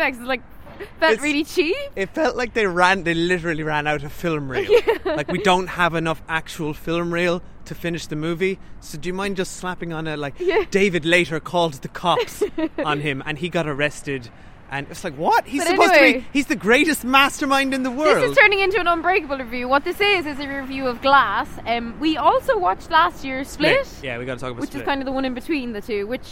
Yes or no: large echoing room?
no